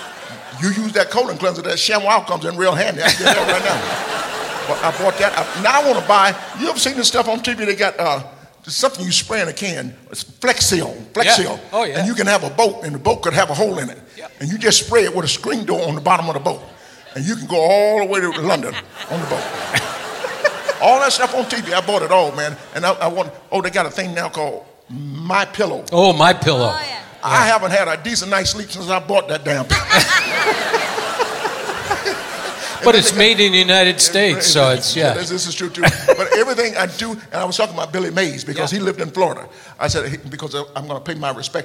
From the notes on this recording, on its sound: Live at the SouthPoint Casino